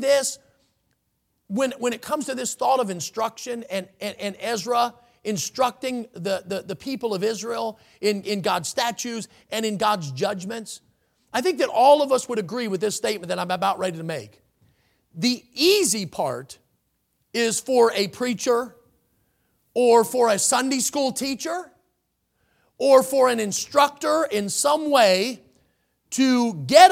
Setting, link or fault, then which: setting, large echoing room